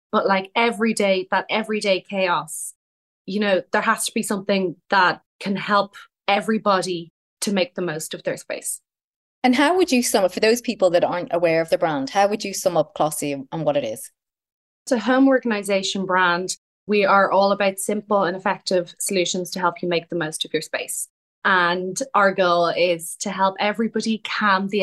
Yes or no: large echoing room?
no